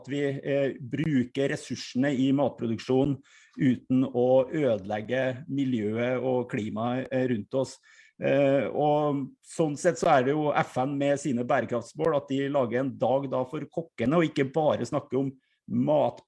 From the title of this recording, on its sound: Live Zoom